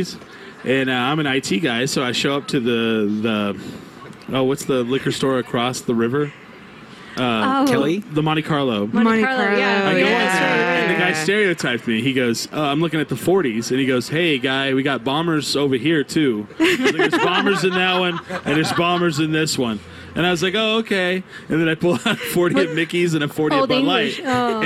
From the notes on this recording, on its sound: We come back to you live from the Santa Fe Brewing Taproom at the Green Jeans Farmery hour number 2.